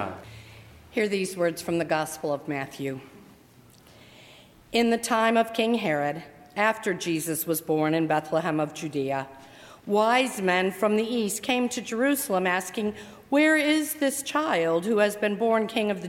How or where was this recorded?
large echoing room